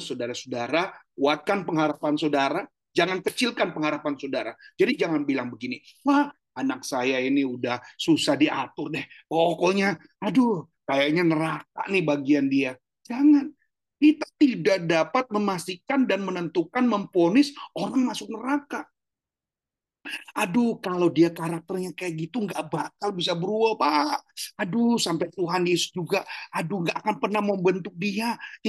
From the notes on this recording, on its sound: Audio Zoominar.